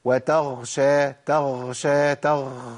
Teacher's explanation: النفس اللي طالع مع الغين ده بيبدلها بخاء على طول. يعني مهم ان انا اخد بالي من موضوع النفس ده.